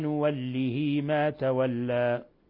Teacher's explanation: لاحظوا كيف أشبعنا الكسرة حتى صارت ياء حالة الوصل · Term: صلة صغرى